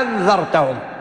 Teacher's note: الإبدال لما أقول لك إبدال معناها تبدلها ألف ما دام هي مفتوحة وقبلها مفتوح، لكن أنت بتسهل تقول أنذرتهم. الهمزة الثانية تنطق بها لكن تنطق بها مسهلة